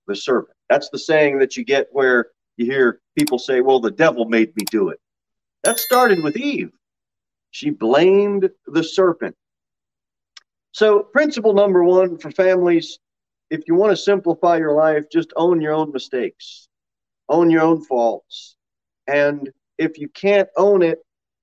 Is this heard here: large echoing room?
yes